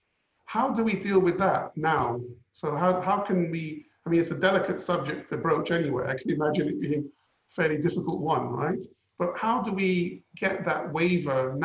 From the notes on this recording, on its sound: Webinar audio recording dated 20 May 2020.